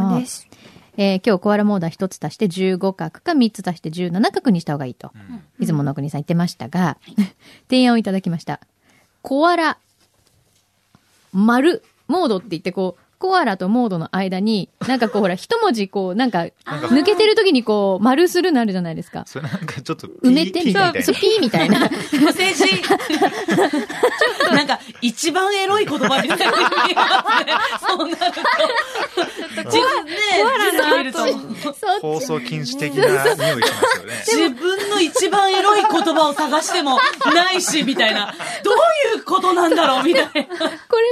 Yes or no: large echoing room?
no